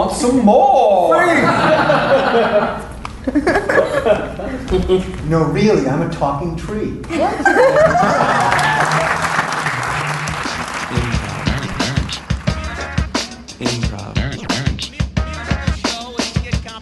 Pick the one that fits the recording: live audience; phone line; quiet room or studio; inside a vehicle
live audience